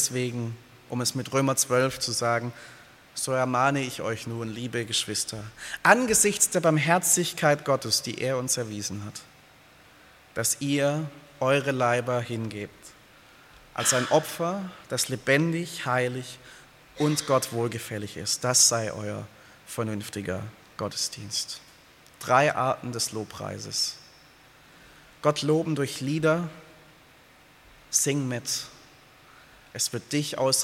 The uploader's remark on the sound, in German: aus dem Gottesdienst der Liebenzeller Mission